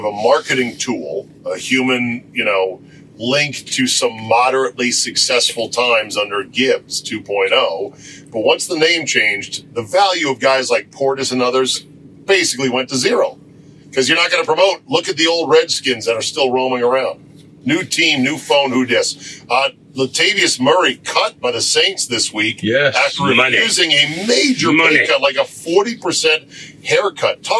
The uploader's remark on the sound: In the van. The Rodecast recorder crashed and lost power. Sub-optimal camera audio exists and was saved!